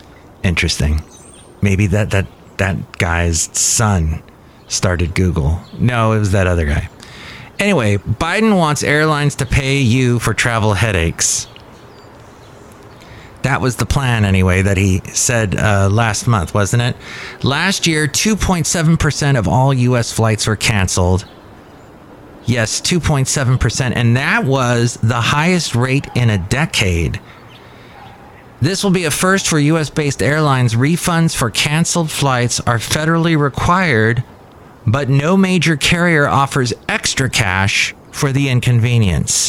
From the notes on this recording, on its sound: Podcasts live from Café Anyway.